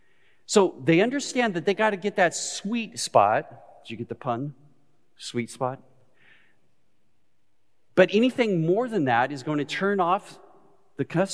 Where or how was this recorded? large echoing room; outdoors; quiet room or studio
large echoing room